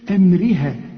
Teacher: الحروف مرققة هي بما فيها الراء، لأن الراء إذا كانت مكسورة فهي مرققة.